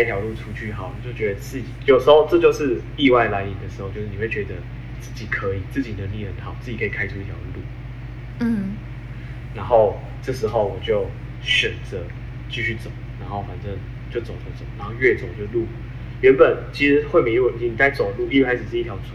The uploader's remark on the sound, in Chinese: 這次遠距錄音雜訊比較多還請見諒。